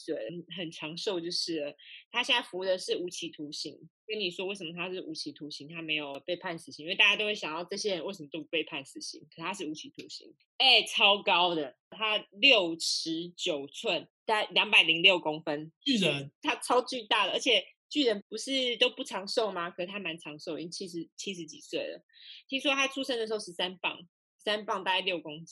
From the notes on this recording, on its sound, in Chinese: 初期音質不佳，敬請見諒